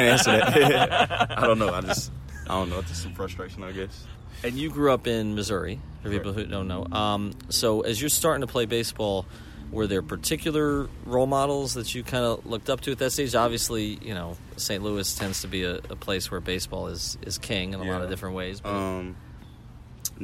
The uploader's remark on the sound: Live From Spring Training